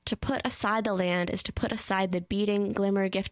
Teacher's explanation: Both times, is to makes up two unstressed syllables, breaking up the rhythm enough to create two distinct parts of the line, but not enough to really slow you down as they're unstressed, so the momentum of the iambic pentameter, or iambic meter, rather, in this line is not lost.